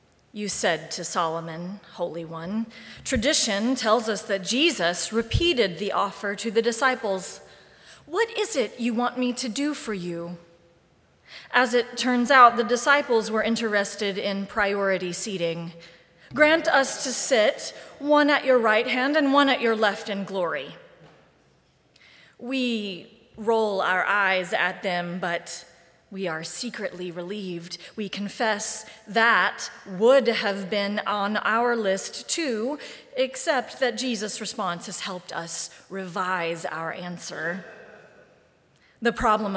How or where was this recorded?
large echoing room